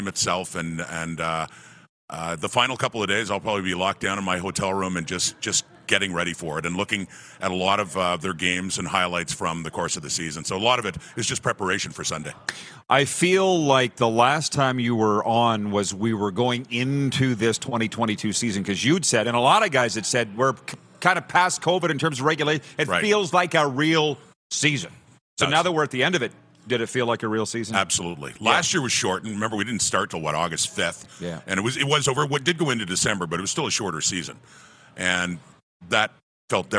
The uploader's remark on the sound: LIVE at Baller's Rec Room in Regina, Sask!